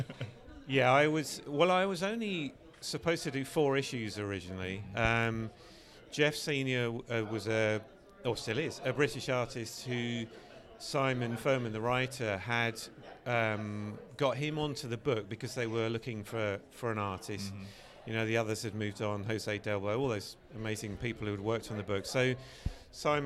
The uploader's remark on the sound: We’re live from TFcon Toronto 2022!